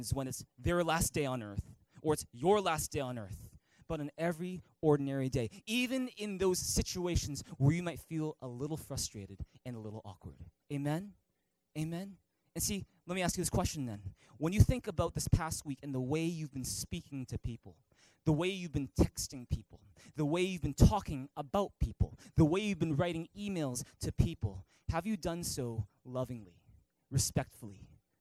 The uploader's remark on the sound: At THRIVE Church Vancouver, Canada.